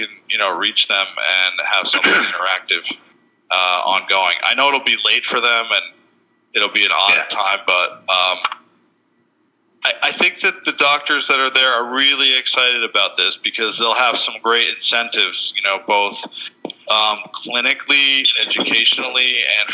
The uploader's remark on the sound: Medical Innovation Summit Q&A Conference Call